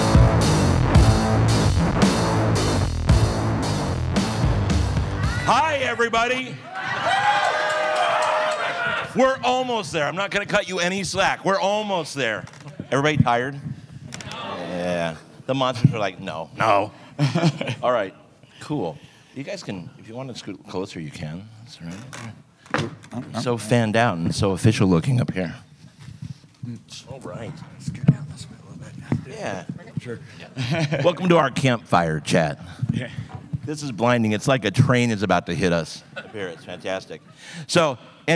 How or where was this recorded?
busy venue